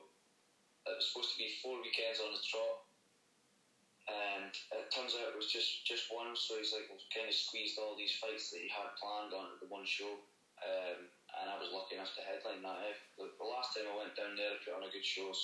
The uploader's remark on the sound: via phone call